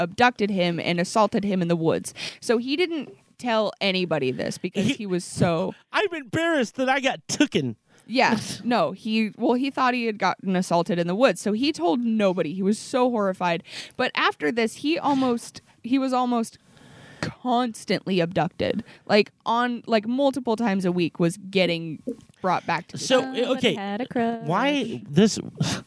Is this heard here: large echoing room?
no